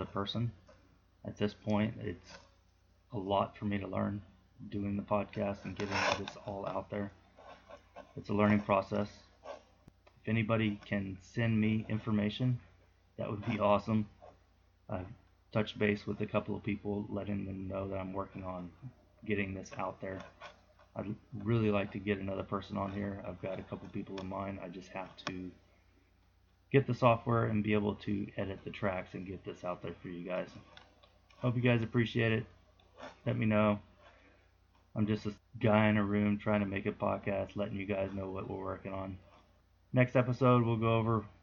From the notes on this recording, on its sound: Audio has issues.